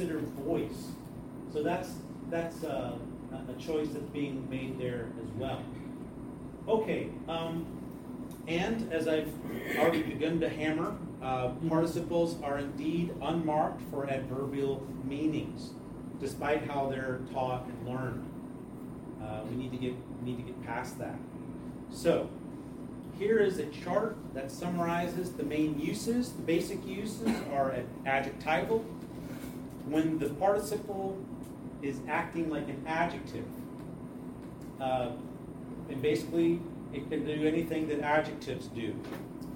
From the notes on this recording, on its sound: presentation at the "Greek and Hebrew for Life" conference in Louisville, KY (2023)